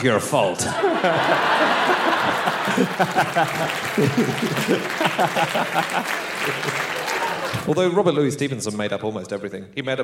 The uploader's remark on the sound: Live from New York